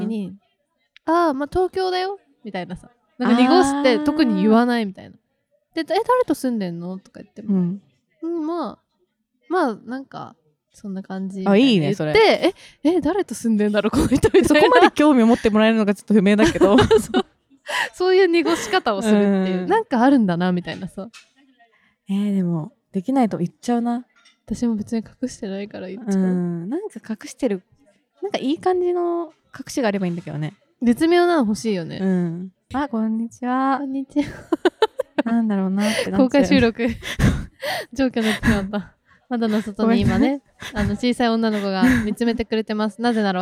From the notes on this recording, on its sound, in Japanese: 外で収録したため雑音sorry